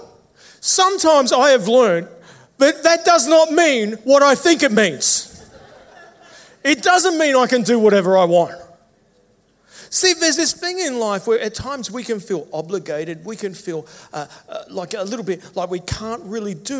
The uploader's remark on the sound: Service recorded Live at Victory Church in Bendigo.